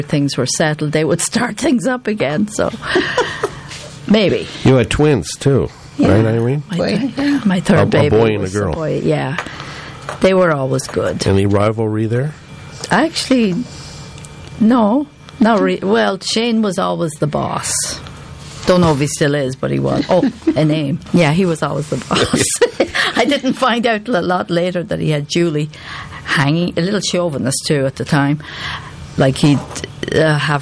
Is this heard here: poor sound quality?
no